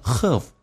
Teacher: Have 不被强调会发成 have，发成 a